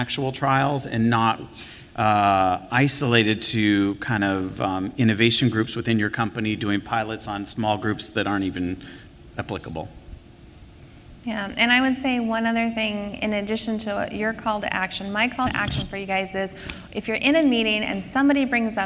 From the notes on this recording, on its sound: This podcast presents a session from the 2019 Mobile in Clinical Trials conference